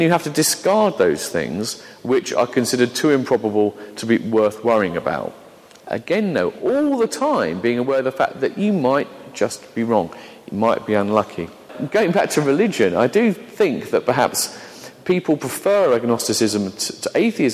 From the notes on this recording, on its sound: an edited version of a talk given to a Sea of Faith Network conference in London